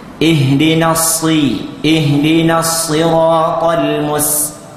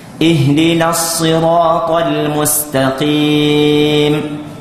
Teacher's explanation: Itu huruf as-safir, keluarnya di ujung lidah kita ini hampir menyentuh gigi, ujung gigi bawah kita, tapi dia tidak menyentuh. Namun sad huruf isti'la, sin tidak. Berarti sad ada yang kita angkat sedikit.